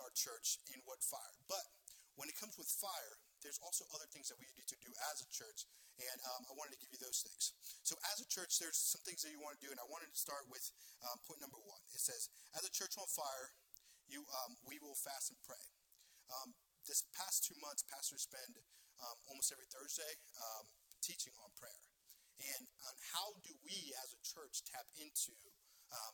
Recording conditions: large echoing room